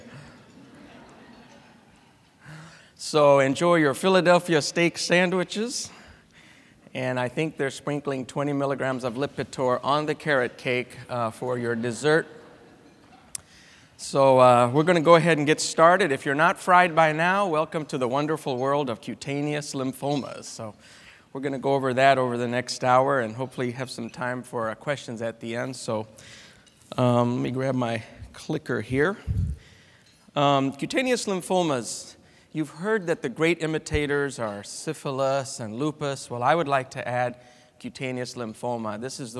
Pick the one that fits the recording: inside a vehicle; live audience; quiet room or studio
live audience